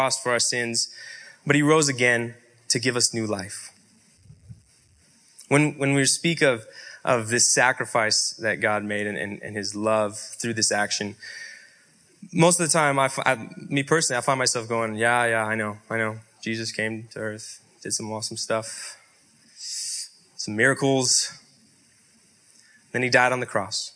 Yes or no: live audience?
yes